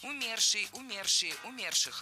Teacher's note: Много раз прозвучало причастие «умерший» с ударением на первом слоге, но это неверно. В этом слове ударение должно падать на второй слог «умерший», «умершие», «умерших».